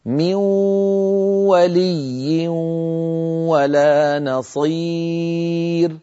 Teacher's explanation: مثلا بدنا نقول من ولي ولا نصير، نون ساكنة بعدها واو، تنوين بعدها واو، نقولها هكذا من ولي ولا نصير، من ننتقل من الميم إلى الواو مباشرة، ولكن هذه الواو معها غنة من الخيشوم، هي غنة النون المدغمة · Term: إدغام ناقص